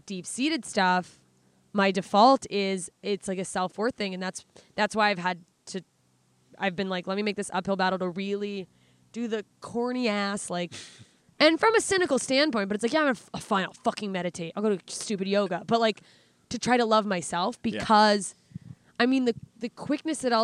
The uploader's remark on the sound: Recorded live from beautiful Debs Regional Park in Los Angeles, CA.